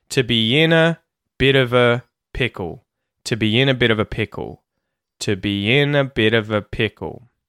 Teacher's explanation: To, a, of, and a all get reduced to schwa sounds.